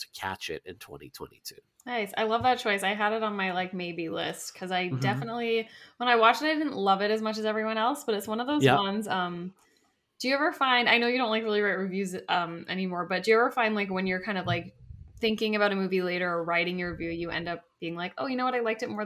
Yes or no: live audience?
no